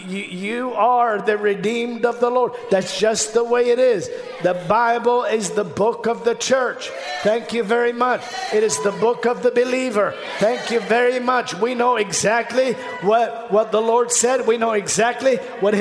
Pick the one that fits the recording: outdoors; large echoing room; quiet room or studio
large echoing room